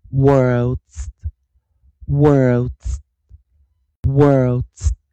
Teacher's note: O R 的前方如果是 W 的时候，O R 它就是念长儿音了啊，儿。一定要看前面的 W。Earth，Earth，Earth，Earth。那再把 W 加上来。W，我，我，我。Worlds，Worlds，Worlds。哎